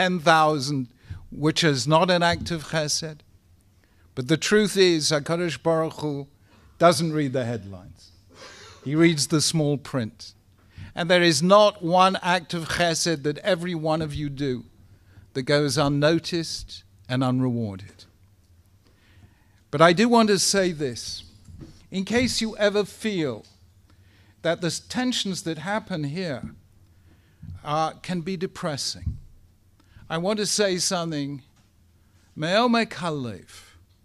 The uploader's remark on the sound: Speaking at the Beit Knesset Feigenson